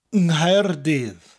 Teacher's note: Cardiff is Caerdydd, Caerdydd. After an, the C gets replaced with NGH, which creates a ng sound.